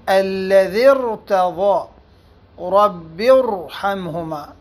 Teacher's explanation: فإن كانت الراء ساكنة مسبوقة بكسر أصلي ولكنه مفصول عنها، كانت الراء مفخمة